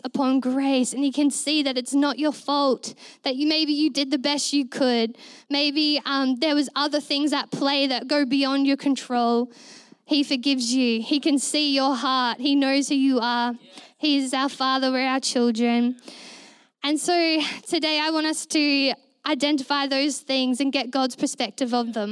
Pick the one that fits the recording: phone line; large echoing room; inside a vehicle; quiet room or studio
large echoing room